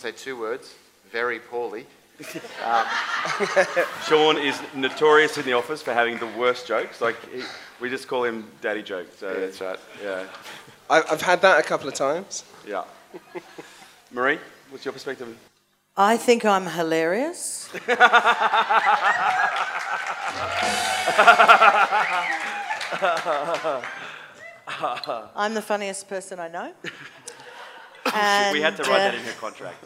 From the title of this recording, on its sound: LIVE AUDIENCE